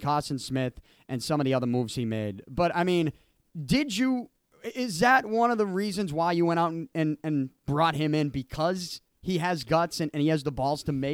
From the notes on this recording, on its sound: I went into Fenway Park to record our conversation.